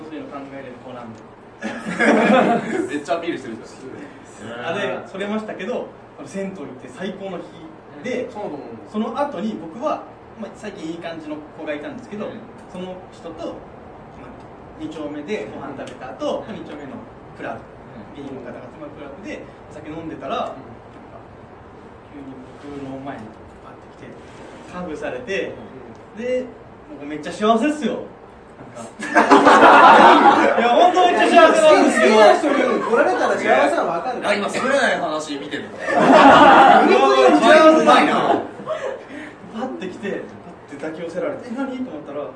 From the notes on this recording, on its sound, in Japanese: 公開収録